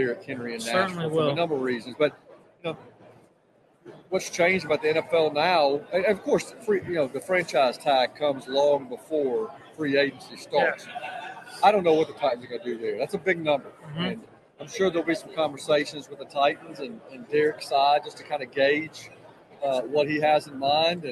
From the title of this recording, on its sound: Live At Super Bowl!